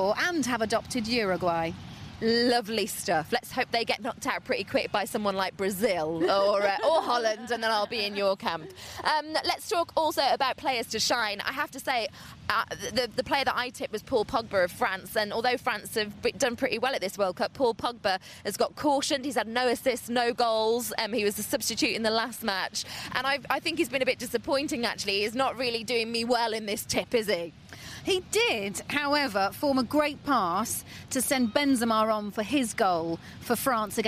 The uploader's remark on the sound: Recorded from Copacabana beach, Rio.